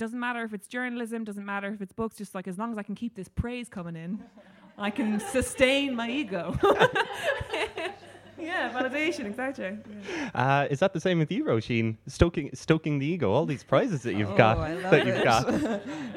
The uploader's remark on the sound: Live at Quarter Block Party 2019. The TPOE podcast was back at Quarter Block Party for a live recording.